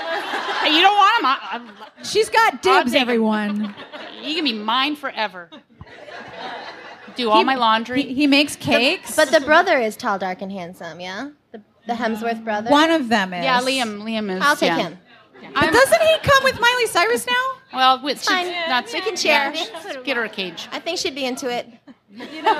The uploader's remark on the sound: Live from The Strand. We have audio, courtesy of the fine folks at The Strand!